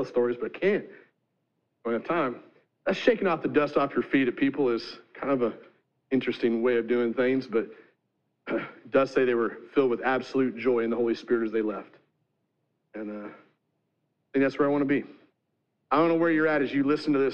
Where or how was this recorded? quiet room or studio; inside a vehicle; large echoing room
large echoing room